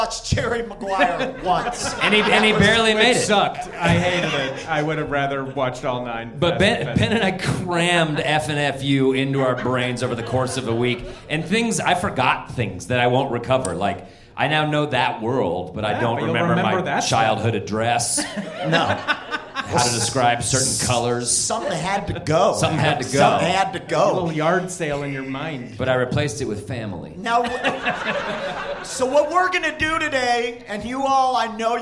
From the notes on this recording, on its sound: This live episode from High Plains Comedy Festival.